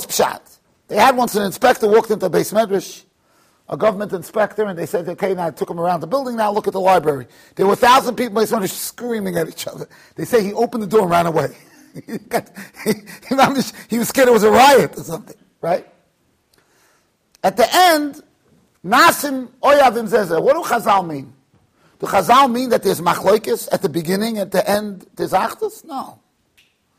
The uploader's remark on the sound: Shiur recorded in Yeshivas Ohr Reuven, Monsey NY.